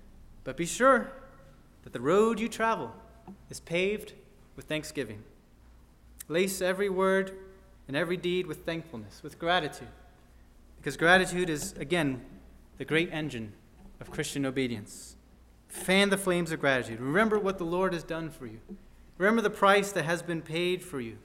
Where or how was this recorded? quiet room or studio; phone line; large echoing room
large echoing room